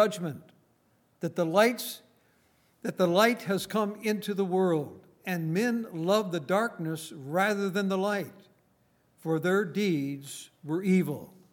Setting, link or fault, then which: setting, large echoing room